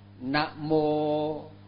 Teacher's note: Mô là dài, mà Na là ngắn. · Term: dòng dài